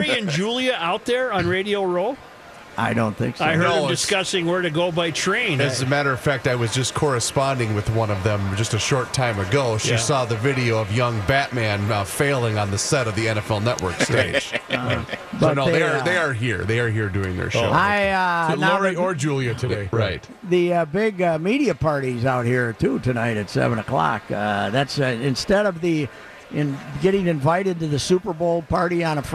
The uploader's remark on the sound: live from Radio Row at the Mall of America!